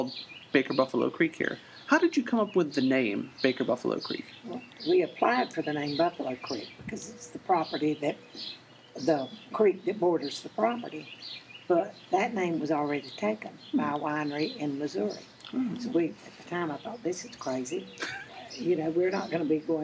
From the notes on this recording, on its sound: We recorded this episode outside because there's nothing better than relaxing under the shade trees when you visit.